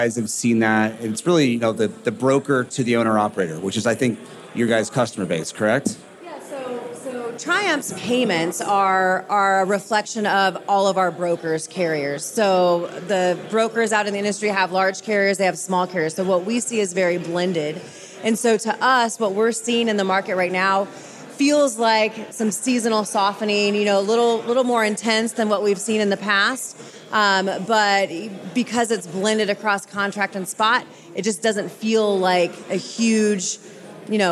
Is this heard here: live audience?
yes